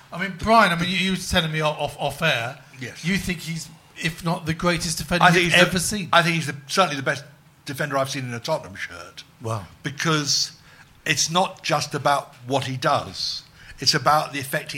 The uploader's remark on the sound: Recorded live, defying the Beast from the East this is another #SpursShowLIVE, where a select few Spurs Show Season Ticket holders drink beer and shout at the podcasters for just a fiver!